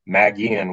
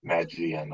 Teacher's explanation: always assumed it was pronounced Magian with a hard G from the form of Magus · Shown in: first take